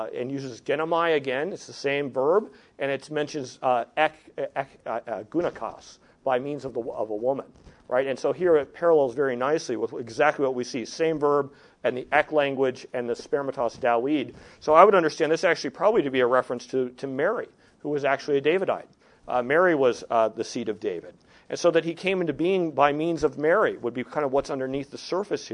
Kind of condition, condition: setting, live audience